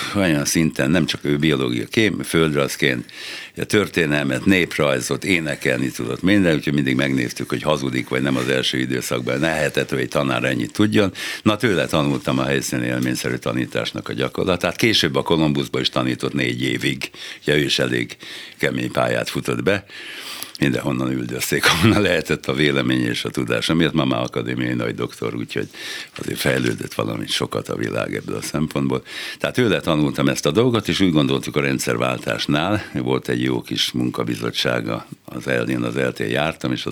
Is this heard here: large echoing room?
no